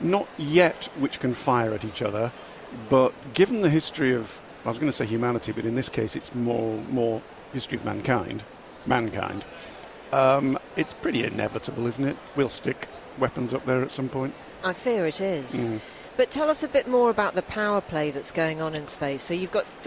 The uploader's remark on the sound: Live at Destinations: The Holiday and Travel Show.